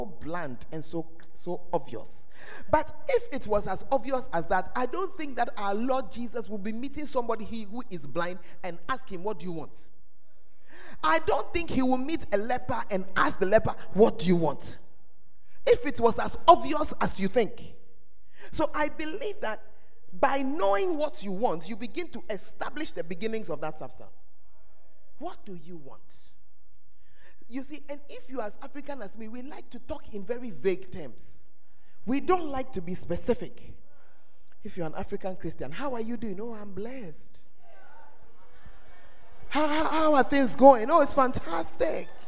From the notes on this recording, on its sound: Preached at the First Love Center, Ayeduase